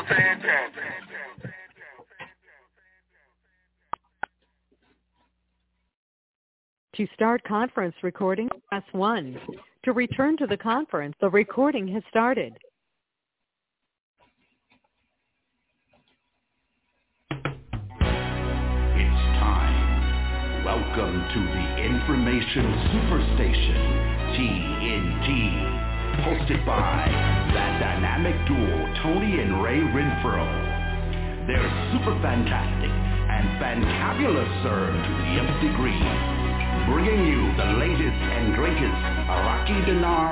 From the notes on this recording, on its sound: TNTSuperfantastic Conference Call